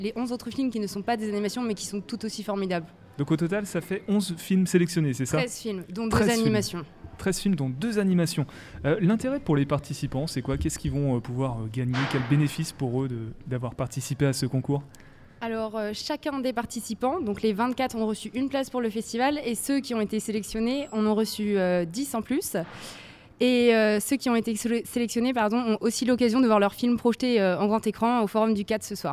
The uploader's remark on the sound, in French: Nous étions en direct du festival Premiers Plans – Angers Film Festival , au Centre des Congrès d’Angers. Un Sous-Marin en direct du festival Premiers Plans.